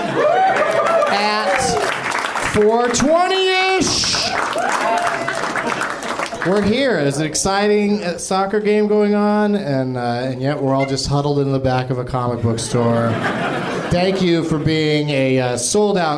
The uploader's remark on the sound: Live from The NerdMelt Showroom in LA.